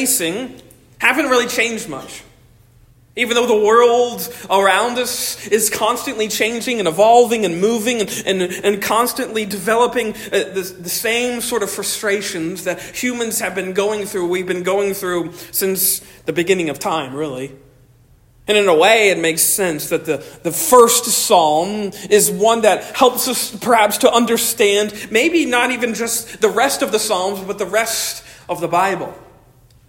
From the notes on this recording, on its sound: Originally delivered 2 July 2023 at Stonington Baptist Church, Paxinos, PA